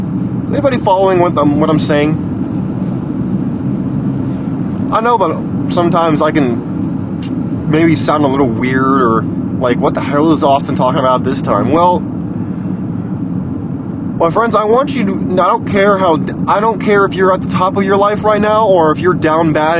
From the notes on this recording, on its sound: Open Road Rants. This episode was recorded while on the road, so pardon the background noise.